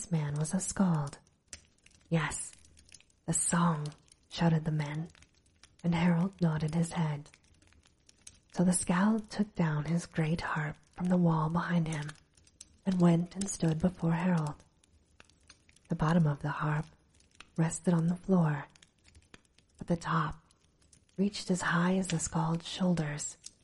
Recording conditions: sounds in the background